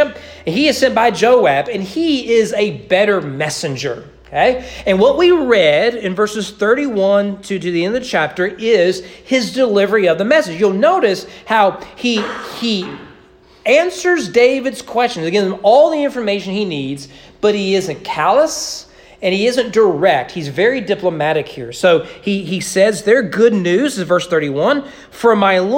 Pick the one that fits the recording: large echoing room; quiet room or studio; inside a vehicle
large echoing room